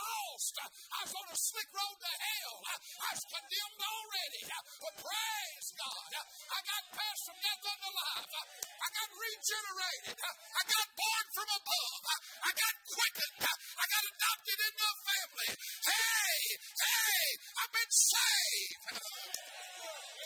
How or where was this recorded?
large echoing room